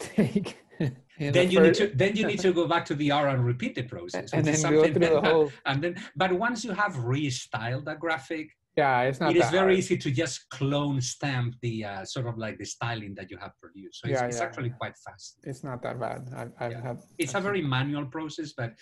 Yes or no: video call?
yes